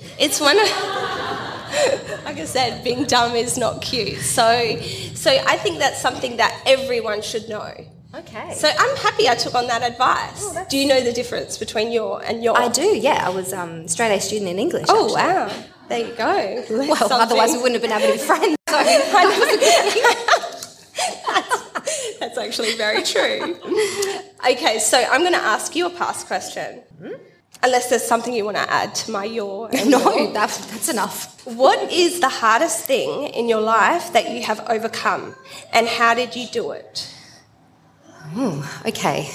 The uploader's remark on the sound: Sejuice Podcast hosted its first-ever LIVE event recording in Adelaide in front of an incredible audience last month. Then opened the floor to answer questions from listeners relating to a range of topics.